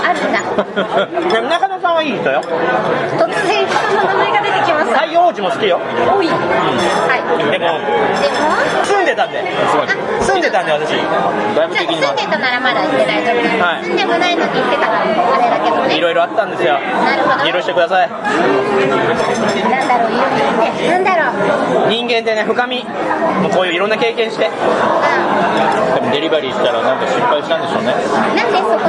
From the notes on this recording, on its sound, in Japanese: 店内収録のため、騒音雑音が激しく入っております。